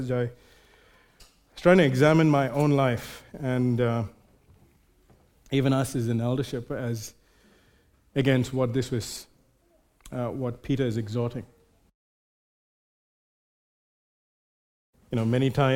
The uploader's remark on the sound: Recorded live at Grace Community Bible Church.